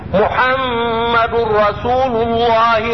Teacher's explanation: اللام في لفظ الجلالة مفخمة لوقوعها بعد ضم